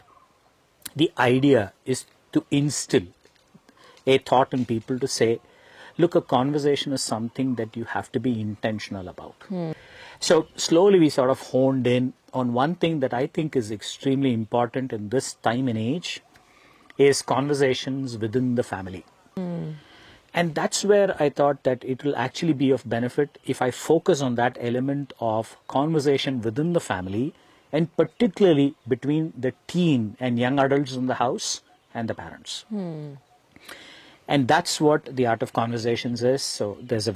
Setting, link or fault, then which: setting, outdoors